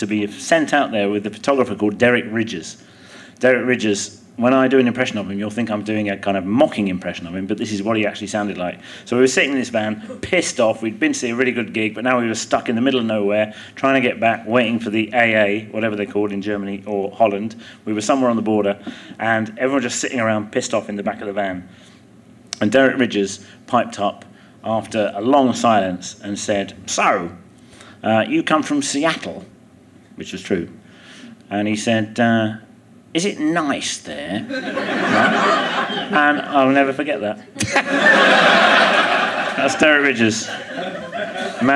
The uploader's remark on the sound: Leicester Square Theatre Podcast